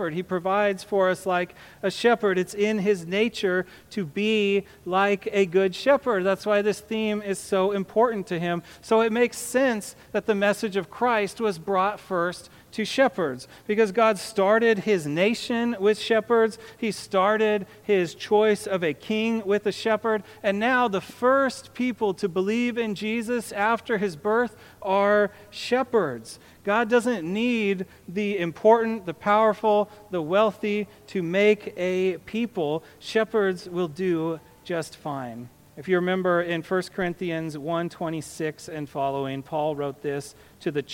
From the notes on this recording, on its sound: A sermon on Luke 2:8-20. To the congregation of Peace Bible Church in Salem, Oregon.